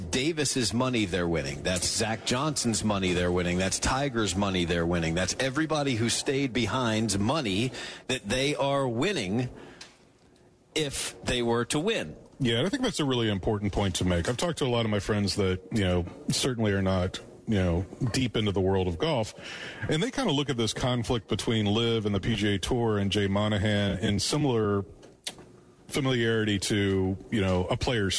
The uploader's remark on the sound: Live from Dogwood Golf Club.